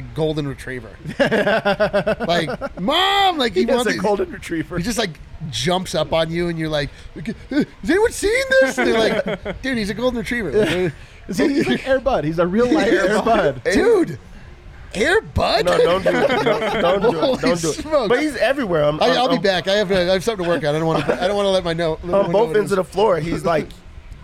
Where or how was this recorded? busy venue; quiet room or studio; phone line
busy venue